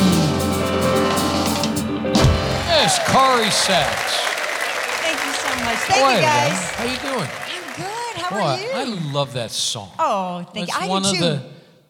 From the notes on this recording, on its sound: Live at the South Point Casino